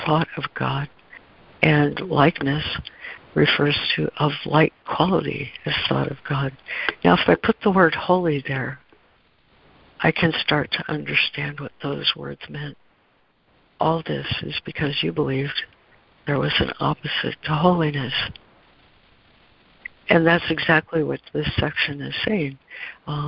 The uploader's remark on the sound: ACIM Daily Conference Call.